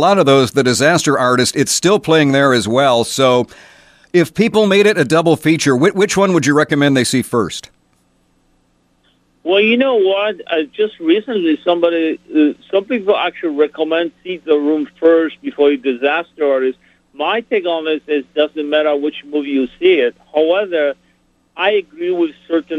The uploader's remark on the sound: called